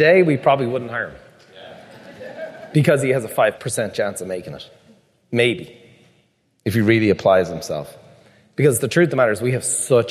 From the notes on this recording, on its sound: The second part of a live recording from The Peak Experience.